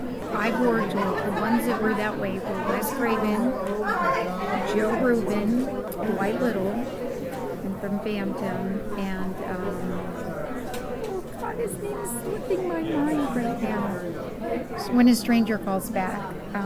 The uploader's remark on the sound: Live At Pittsburgh's Horror Realm Con